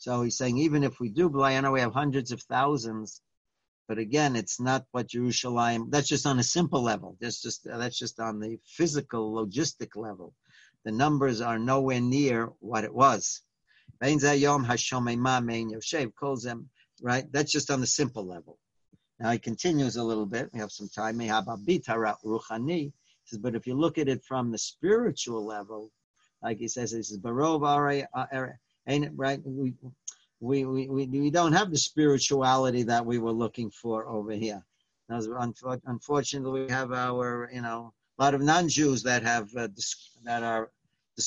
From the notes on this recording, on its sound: Live On Zoom.